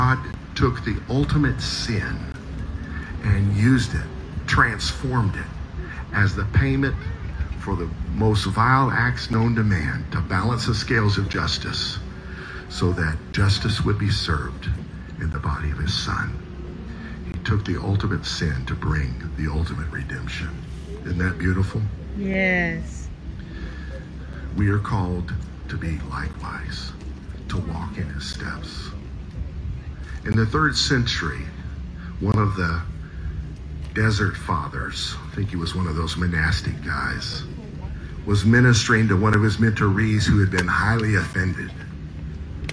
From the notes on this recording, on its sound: message delivered at Hewlett Park